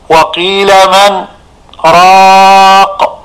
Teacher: السكت بدون تنفس بمقدار حركتين، مقدار الحركة رفع الإصبع أو خفضه من دون عجلة أو تأني.